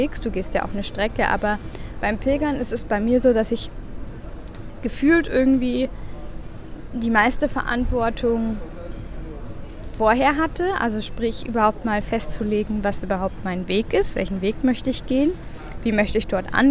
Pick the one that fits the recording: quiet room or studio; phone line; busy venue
busy venue